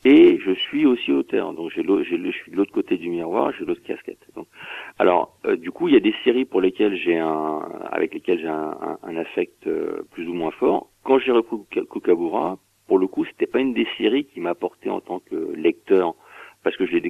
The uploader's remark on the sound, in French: qui reçoit par téléphone